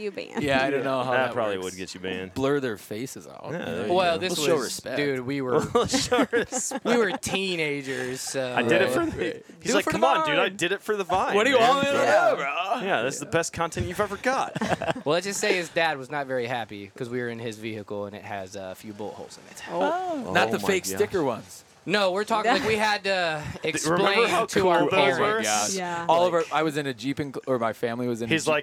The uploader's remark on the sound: at The Nomadic Outdoorsman booth